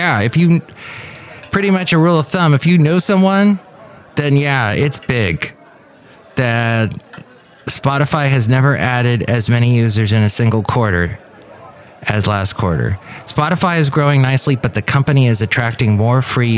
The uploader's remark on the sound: podcasts live from Café Anyway